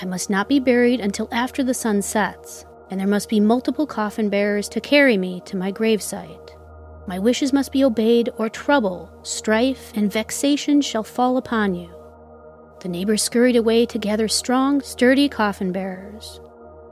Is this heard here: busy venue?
no